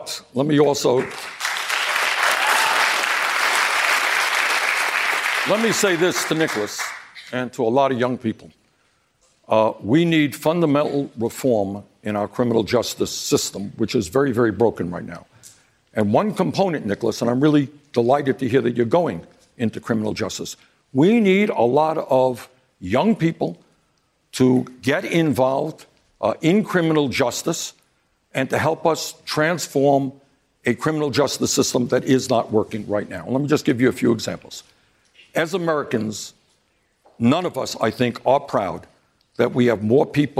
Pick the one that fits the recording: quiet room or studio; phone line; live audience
live audience